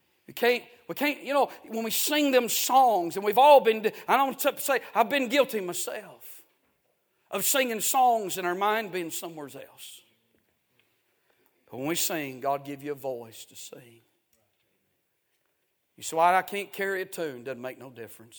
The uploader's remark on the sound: A sermon preached Sunday Morning